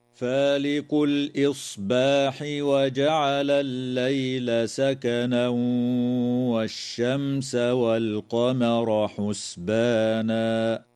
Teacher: يدغم التنوين في الواو مع الغنة في قوله تعالى: سكنا والشمس، وتظهر الميم الساكنة في كلمة والشمس، ويجوز الوقف على كلمة حسبانا من قبيل الوقف الحسن.